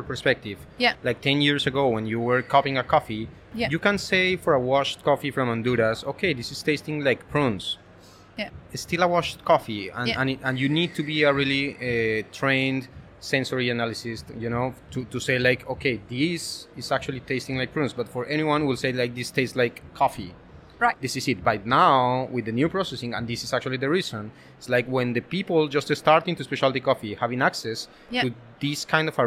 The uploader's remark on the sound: Live series from World of Coffee Dubai. Who joined us live as the official podcast partners for World of Coffee Dubai, and recorded podcast episodes from the show floor.